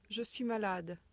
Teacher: Statements. Have a falling pattern at the end of the sentence.